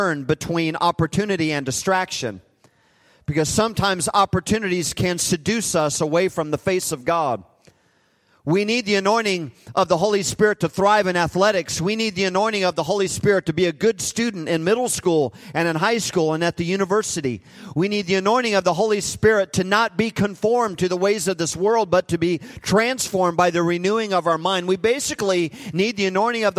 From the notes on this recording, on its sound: Recorded live at Hope Church in Springfield, Mo.